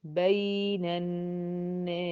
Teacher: سين ساكنة لازم هي كمان تاخد زمنها وهو الرخاوة